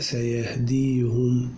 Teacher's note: وهو أبو عمرو بإسكان الهاء، وهو سيهديهم، يعقوب بضم الهاء